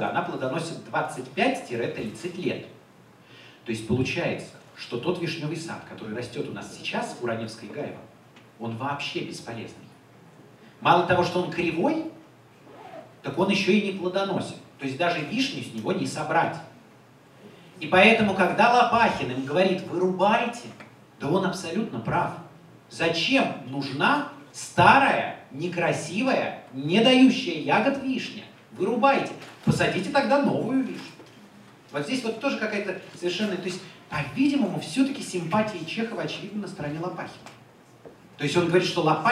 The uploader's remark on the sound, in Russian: Лекция в Доме культуры «Ясная Поляна» 28 октября 2017 года